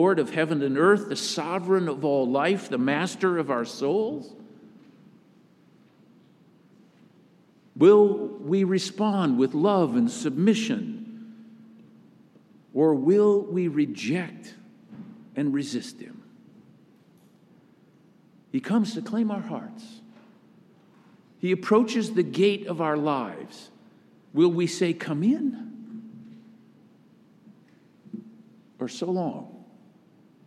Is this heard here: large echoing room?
yes